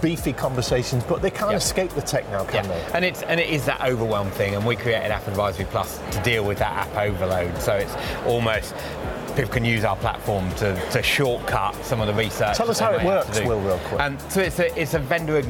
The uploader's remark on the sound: Live from Europe's Biggest Event 'Accountex'. A series of live interviews from Accountex 2022 in London. AIBN were the official broadcast partners of the event. Enjoy the live buzz of the event!